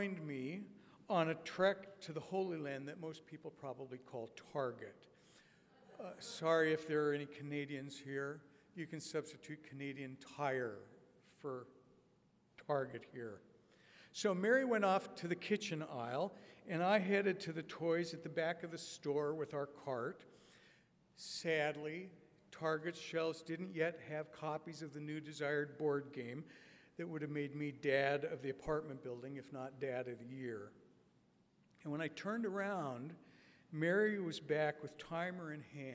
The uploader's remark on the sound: A talk from the 15th Annual Mockingbird Conference in NYC.